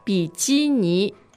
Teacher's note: Bikini, there's no K sound here It's a G instead of key